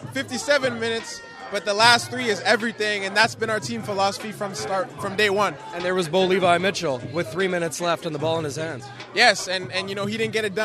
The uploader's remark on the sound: Grey Cup week in Ottawa. Hear live reactions from players and coaches on the field. Listen in on reactions at the CFL Awards.